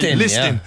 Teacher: You don't hit no T in listen